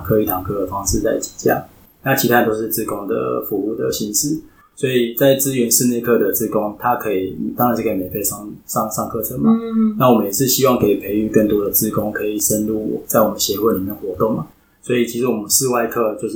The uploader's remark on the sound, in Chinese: 這次換了新的錄音環境(終於可以跟垃圾車音樂 say 8181) 導致收音不清楚